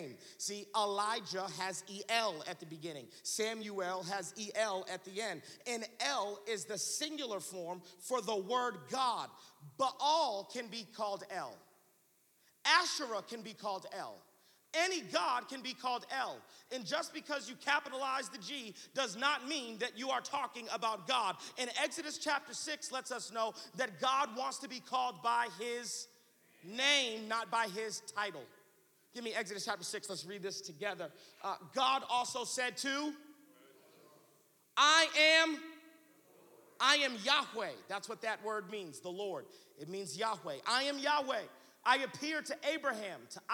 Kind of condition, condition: setting, large echoing room